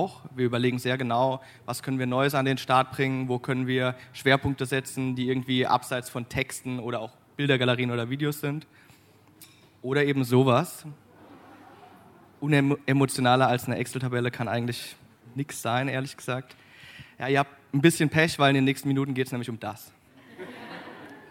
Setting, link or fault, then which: setting, busy venue